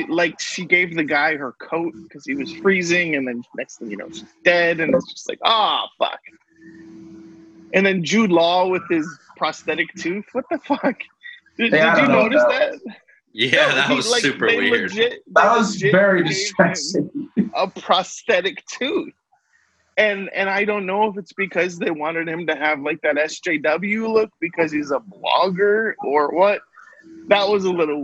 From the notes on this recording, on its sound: AUDIO DISCLAIMER: This was recorded using Zoom during the recommended social distancing time of the COVID19 pandemic. This Is not representative of the quality of audio we prefer.